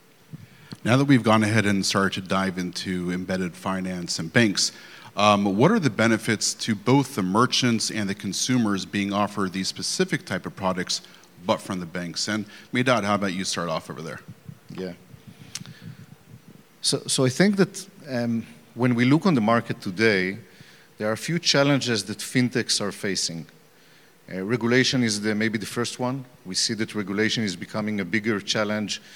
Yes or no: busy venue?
yes